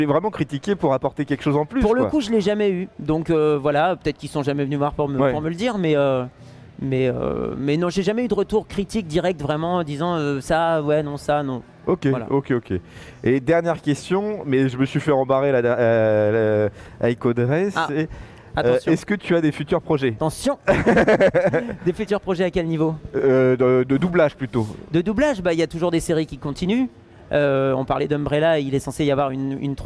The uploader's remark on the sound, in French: Interview enregistrée le samedi 4 décembre 2021 lors du salon Game'in Reims